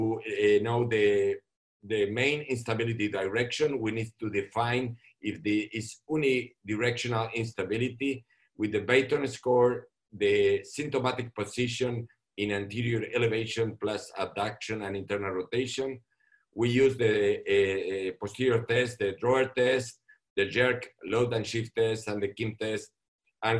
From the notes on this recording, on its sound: In this ISAKOS Webinar Audio Replay we revisit the ISAKOS Webinar in collaboration with APKASS.